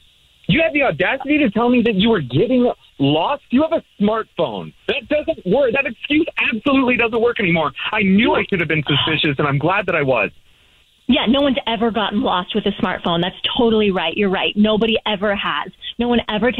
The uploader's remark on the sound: is on the phone